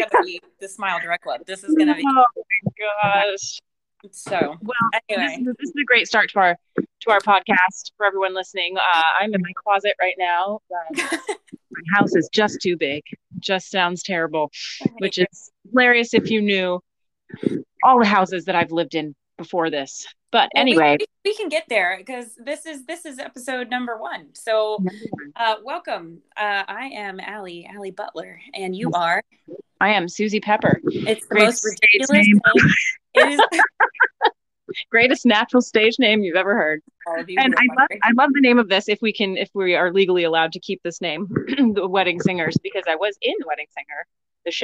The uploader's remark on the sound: the audio is not ideal.